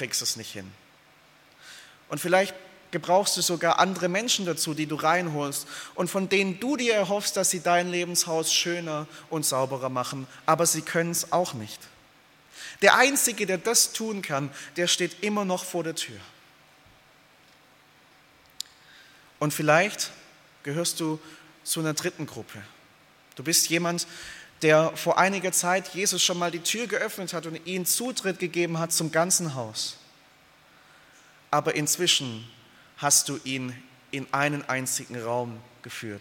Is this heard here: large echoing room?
yes